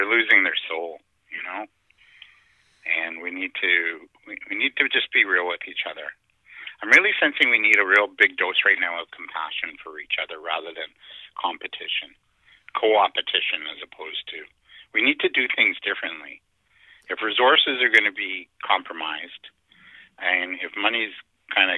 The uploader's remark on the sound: On the phone with us today.